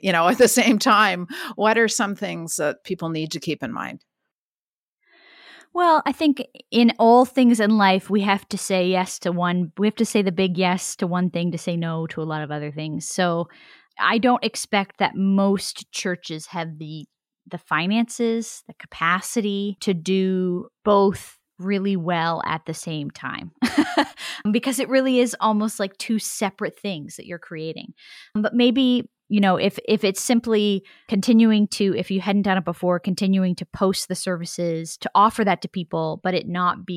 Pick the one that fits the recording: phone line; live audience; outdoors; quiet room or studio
quiet room or studio